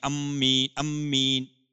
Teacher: کی، یا قصر کے ساتھ تشدید پڑی، یعنی قصر کی ہے، یعنی الف کو لمبا نہیں کیا، مد نہیں کی، اور ساتھ تشدید کی